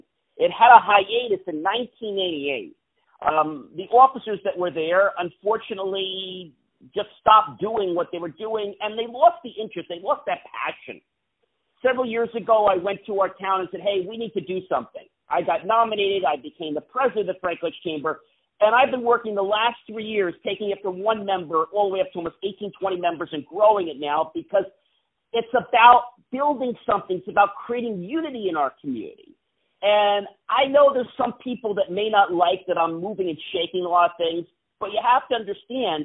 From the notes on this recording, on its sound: On the phone